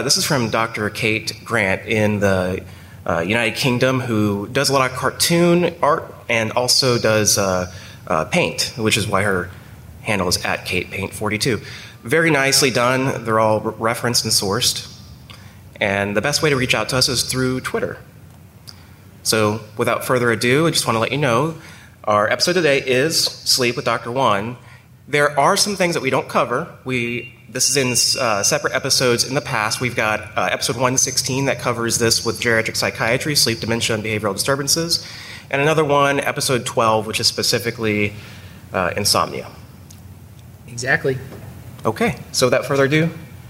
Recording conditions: live audience